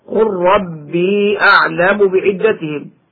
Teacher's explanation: فيجب إدغامها بسبب التماثل في لام أقول لكم والتقارب في لام وراء قل ربي